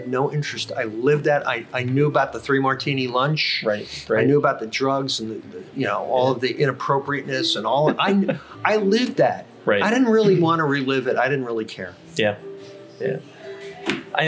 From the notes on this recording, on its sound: We shot live, on location, at Coffee House 1420 in beautiful Vero Beach, FL.